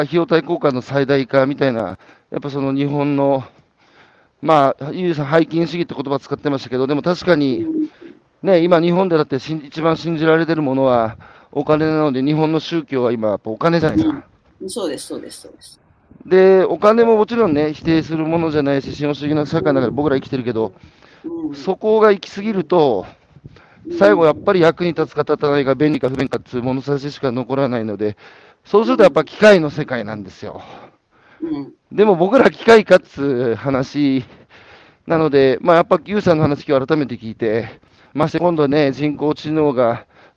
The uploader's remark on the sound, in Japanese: 歩きながら1時間、対談する